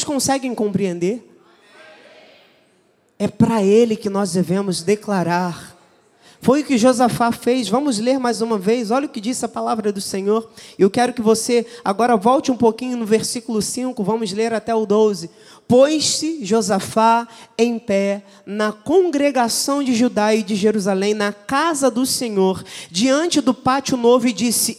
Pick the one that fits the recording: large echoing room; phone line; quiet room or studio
large echoing room